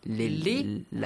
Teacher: whenever a kasra comes before this lam, the word will be pronounced lightly